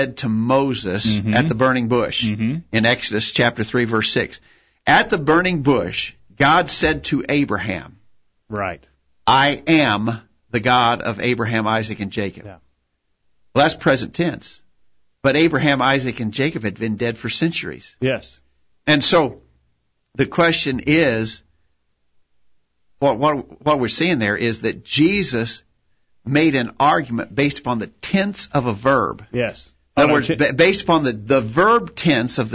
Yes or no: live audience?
no